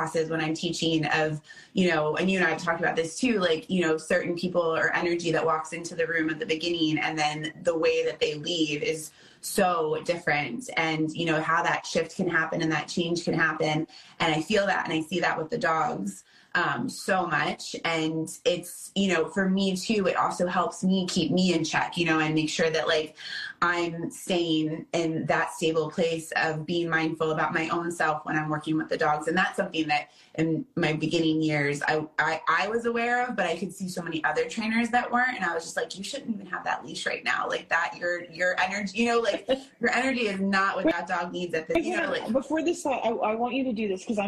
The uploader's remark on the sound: This episode was downloaded and recorded on Instagram live so please mind the audio.